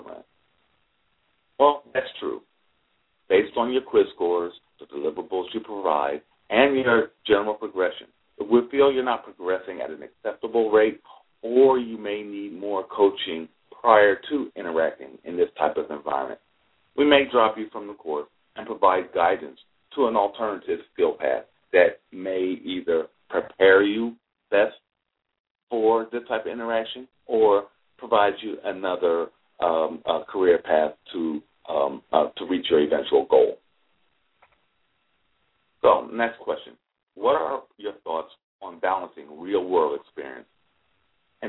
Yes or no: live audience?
no